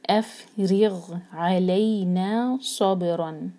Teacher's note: را کے نیچے کسرہ، تو را کو باریک پڑھیں گے، زبان کی صرف ٹپ یوز کریں گے، اور غین ہیوی ہے.